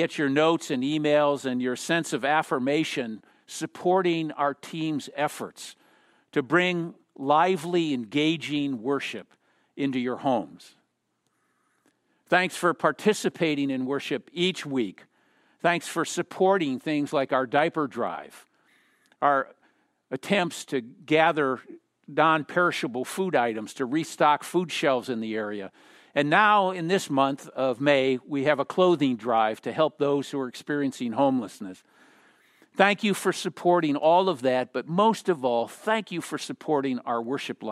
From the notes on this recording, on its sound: Message delivered during the Contemporary Worship Service. San Marino Community Church.